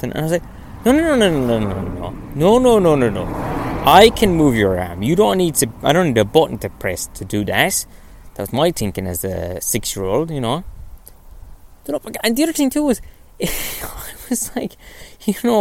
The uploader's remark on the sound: On today's episode I go for a little walk. Then I go indoors.